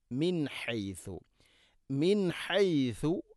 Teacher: മിൻ ഹൈസു, നൂന് ശേഷം, സാകിന നൂന് ശേഷം ഹ ആണ് ഇസ്ഹാർ ചെയ്ത് അഥവാ വെളിവാക്കി ഉച്ചരിക്കണം